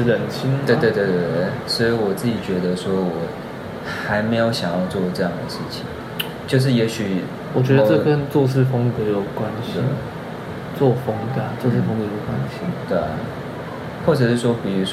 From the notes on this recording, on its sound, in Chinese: 直接不孝的坐下來假裝客人開始聊天，然後又不小心按到iphone7的語音備忘錄的錄音鍵。